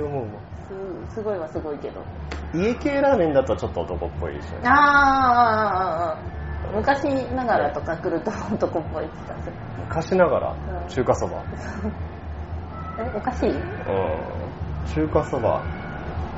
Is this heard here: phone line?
no